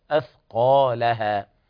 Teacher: والقاف تفخم بمرتبة عالية